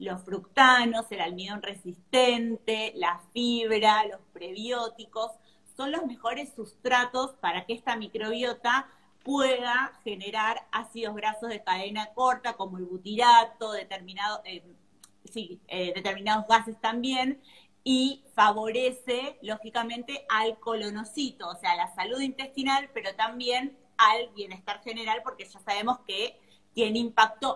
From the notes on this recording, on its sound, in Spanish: Audio de la charla en vivo por Instagram